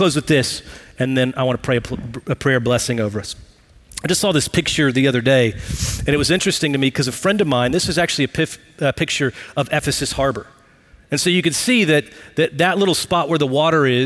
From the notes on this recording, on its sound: Recorded live at Brookwood Church.